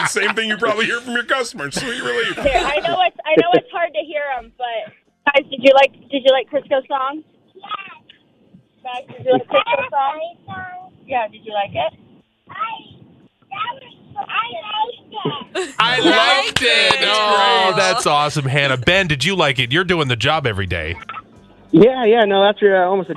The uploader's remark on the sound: called in for our weekly segment